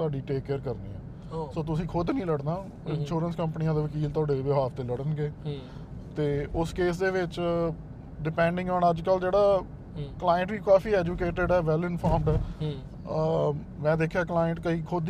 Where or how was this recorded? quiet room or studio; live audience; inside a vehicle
inside a vehicle